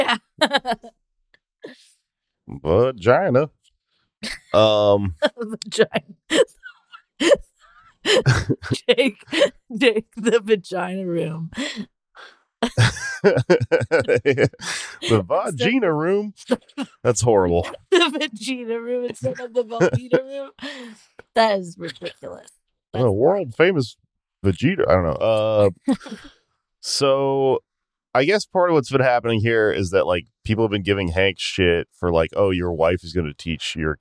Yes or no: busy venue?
no